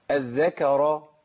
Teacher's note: الكاف حرف مرقق في القرآن كله والراء هنا مفخمة لأنها محركة بفتح